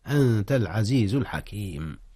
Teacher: جاء الإخفاء هنا يا أستاذنا، أخفي النون في الضمير قبل التاء والتاء من حروف الإخفاء